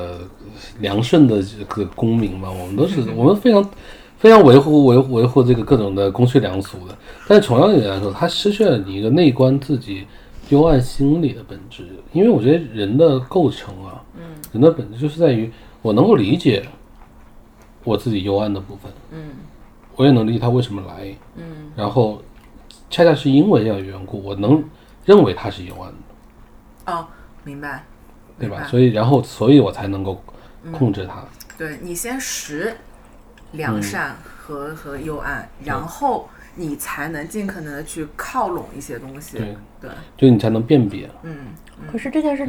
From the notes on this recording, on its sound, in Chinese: 录音质量不佳，并伴有喝酒做饭吃馄饨的声音。